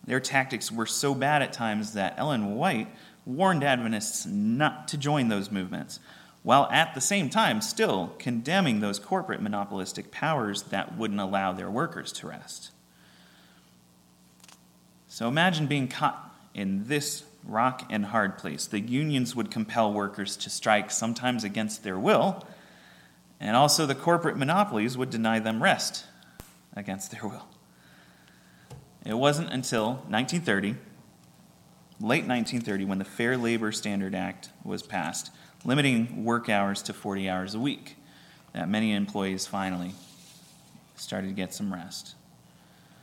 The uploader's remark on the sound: At Ringgold Seventh-day Adventist Church.